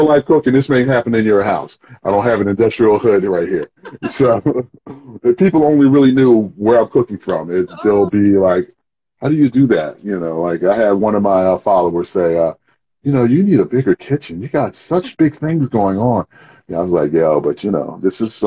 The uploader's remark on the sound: Instagram Live